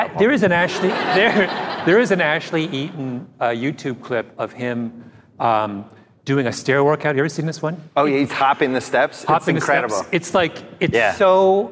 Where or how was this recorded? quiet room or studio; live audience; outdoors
live audience